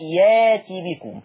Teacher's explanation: الهمزة دي مش هنقولها، اسمه إبدال، نقولها ألف.